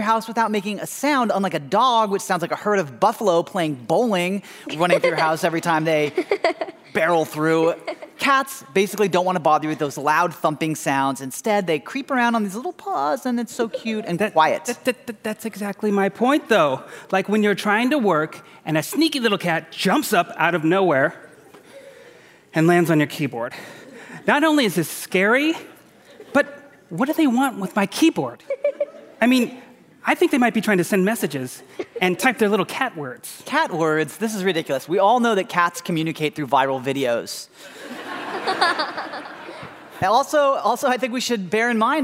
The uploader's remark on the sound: We're transporting you to the Fitzgerald Theater in St. Paul for a segment from a recent live show: Cats vs.